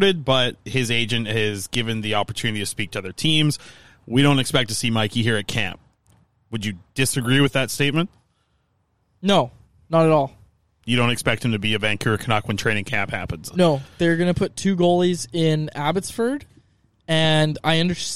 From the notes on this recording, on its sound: Live from Montana's. Today, we're recording on the outdoor patio at Montana's after downing some delicious all-you-can-eat ribs!